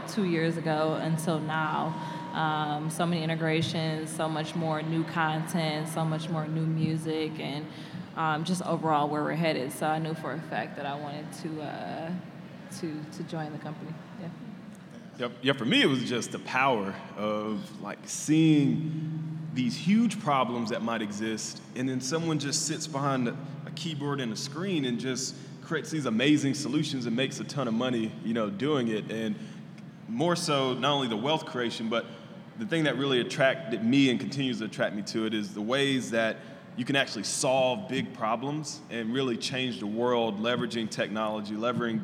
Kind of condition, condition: setting, live audience